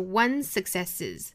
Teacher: ones 尾部的这个 z 和后面 successes 这个 s 它们的口型是相同的，所以说我们只取一个，把前面一个省掉